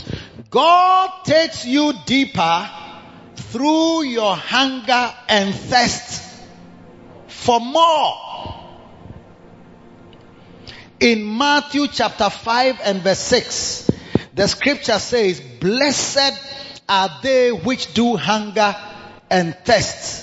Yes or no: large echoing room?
yes